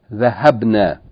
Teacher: That noon that follows with a single fatha, a short vowel fatha, not with a fatha and alif